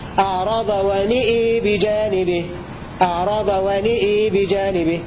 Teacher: أمال النون والهمزة في الموضعين خلف والكساء هكذا: أعرض ونئ بجانبه، أعرض ونئ بجانبه، خلف والكساء بإمالة النون والهمزة.